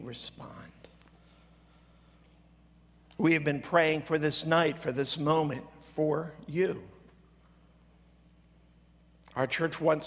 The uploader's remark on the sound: at Greentree Church on December 24, 2023 during the Christmas Eve service